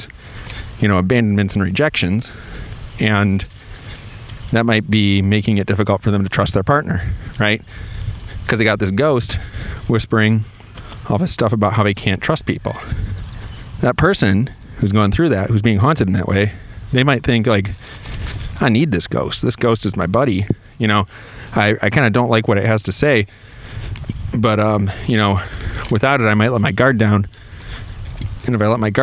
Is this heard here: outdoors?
yes